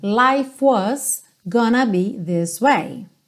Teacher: Lembra que o E do life não é pronunciado. Então, você vai juntar o F já no W